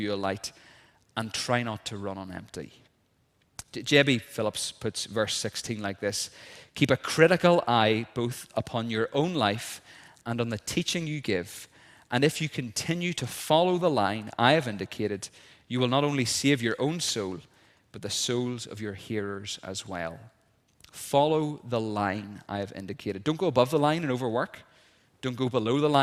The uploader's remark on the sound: This is the recording of the Bible reading and sermon from a service of licensing on Sunday 18th June 2023 in Wellington Presbyterian Church.